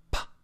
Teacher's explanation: They are consonants that one is voiced and one is unvoiced, meaning by that, the one consonant is aspirated usually, which means that it has a little puff of breath. It also means that it has no vibrations in the vocal cords when we make it.